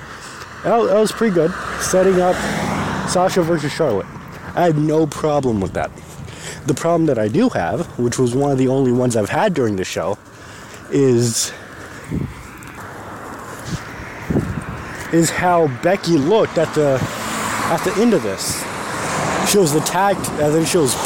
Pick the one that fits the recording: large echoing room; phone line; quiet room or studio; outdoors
outdoors